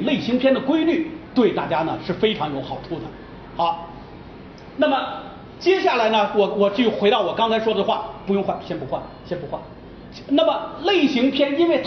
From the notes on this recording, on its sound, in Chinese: 应咪咕阅读邀请在福建文学沙龙讲影视的现场录音。